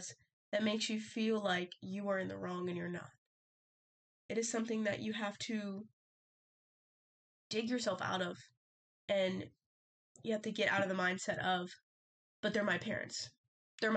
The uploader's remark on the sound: You guys are the lucky guests to witness the downfall of my mic : so the audio is a little off!